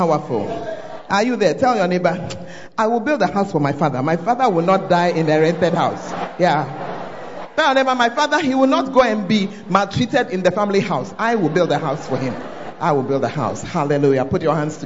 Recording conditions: large echoing room